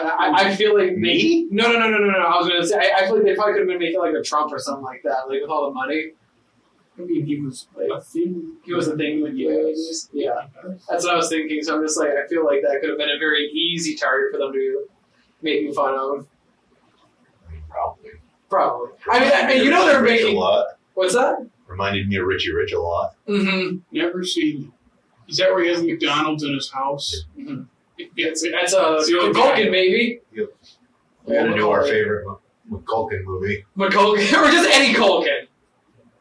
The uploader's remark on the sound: OUR AUDIO WAS CORRUPTED!